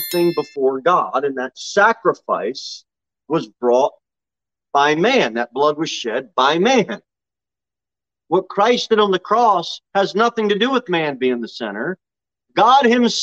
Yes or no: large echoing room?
yes